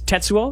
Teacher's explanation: it's stress on the first syllable